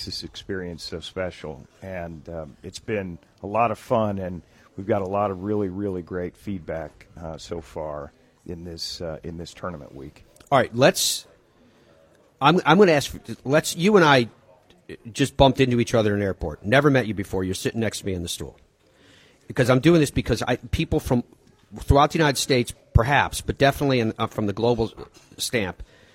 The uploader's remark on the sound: broadcasts live from the beautiful Sea Island resort and the RSM Classic